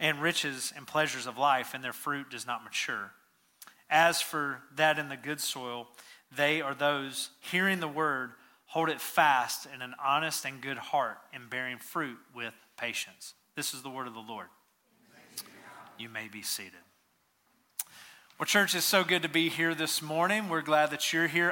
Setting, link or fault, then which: setting, large echoing room